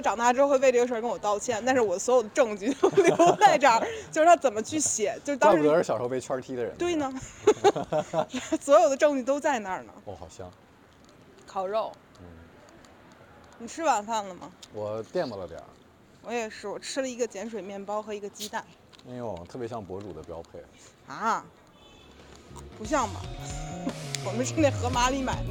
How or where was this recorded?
outdoors